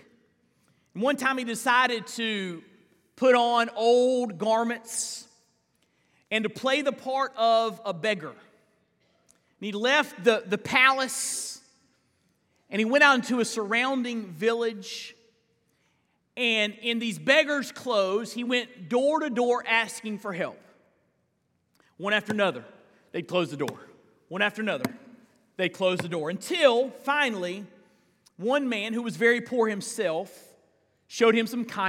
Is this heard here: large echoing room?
yes